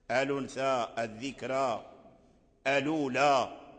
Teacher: يميل بالحرف المفتوح إلى الكسر، فيميل بالفتحة إلى الكسرة، ويميل بالألف إلى الياء، فينشأ حرف مفتوح مشوب أي مخلوط بالكسرة والياء. · Term: الإمالة